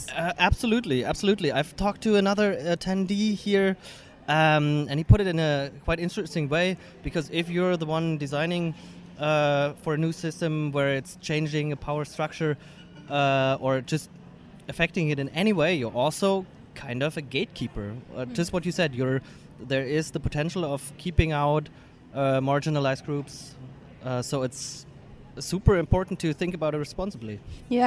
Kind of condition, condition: setting, busy venue